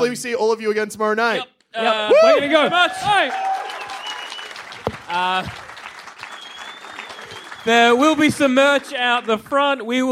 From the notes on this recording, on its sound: Live from the Sydney Comedy Fest. In which our heroes gather their friends, take to the stage.